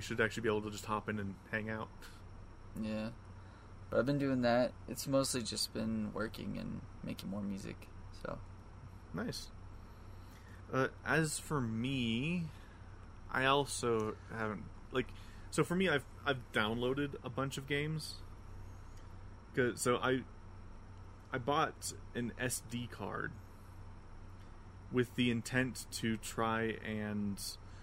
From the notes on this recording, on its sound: Apologies for the varying audio quality and background noise, sadly my AC is loud as hell and had to try and level my audio on the fly.